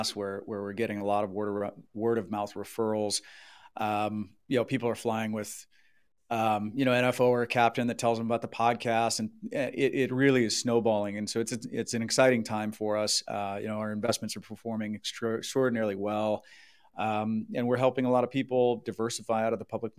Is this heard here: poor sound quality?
no